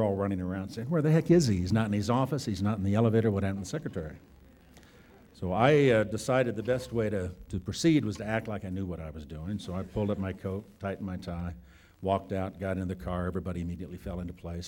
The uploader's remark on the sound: This podcast was recorded at the Academy's 1998 Summit in Jackson Hole, Wyoming